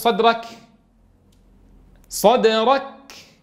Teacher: سمعنا صوت الكاف وسمعنا شدته بانقطاع الصوت تماما وانقطاع النفس أيضا، ثم لما بعدنا بين طرفي عضو النطق خرج ذلك الهمس المميز للكاف، وهكذا.